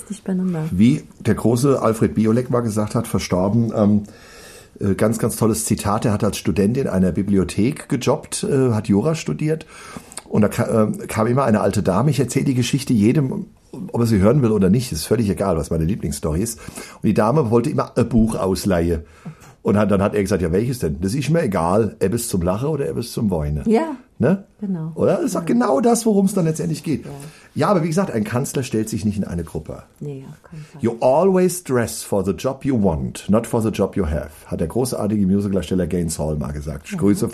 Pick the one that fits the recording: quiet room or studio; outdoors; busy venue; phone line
quiet room or studio